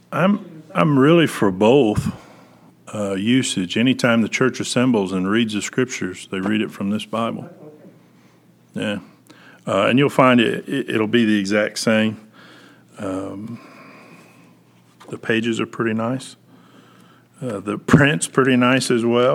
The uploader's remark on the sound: Preached February 7, 2021 at General Baptist Church God's House of Prayer in Fairborn, Ohio